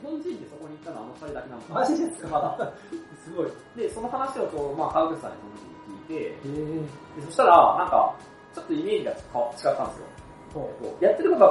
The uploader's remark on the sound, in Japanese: いつものスタジオが借りることができなかったので音質悪めです